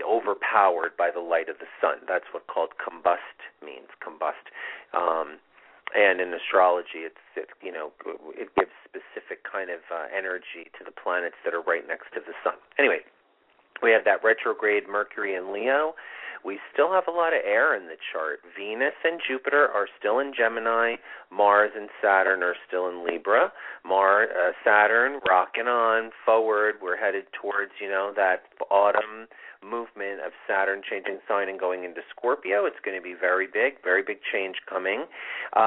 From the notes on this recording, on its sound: It's a call in show!!!